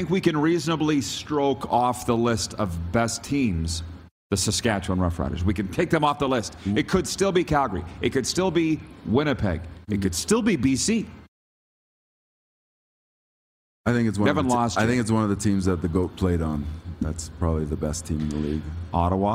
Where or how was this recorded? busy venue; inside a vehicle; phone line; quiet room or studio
busy venue